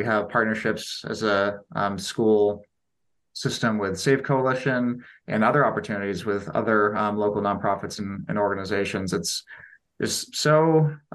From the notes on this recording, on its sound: We had our conversation virtually via Zoom